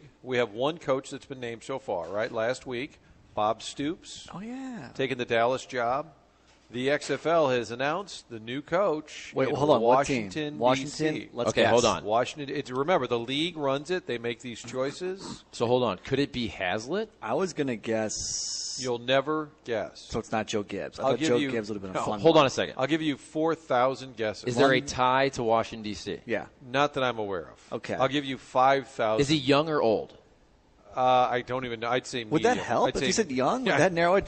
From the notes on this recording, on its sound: Live at Maryville. Broadcasting live from Maryville University.